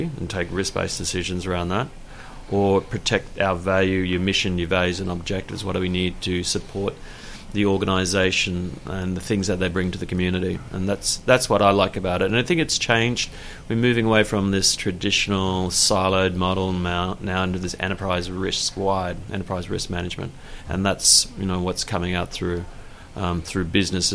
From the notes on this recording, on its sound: at the FEO 2018 Conference in Hamilton Ontario